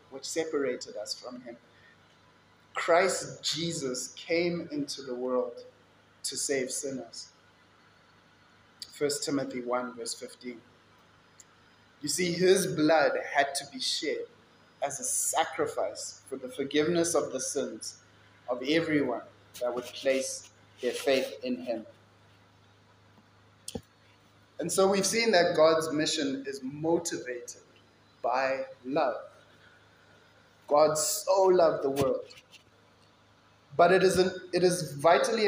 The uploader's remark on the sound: Kingsmead Chapel Sunday Sermon